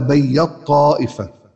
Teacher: إدغام التاء في الطاء